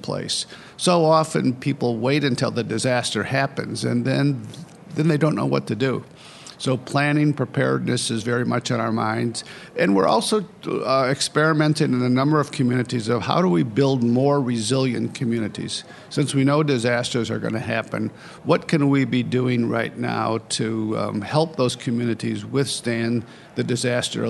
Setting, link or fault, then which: setting, busy venue